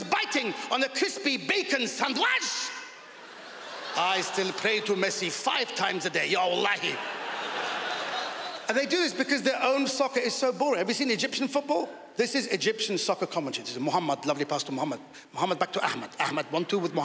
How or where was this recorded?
live audience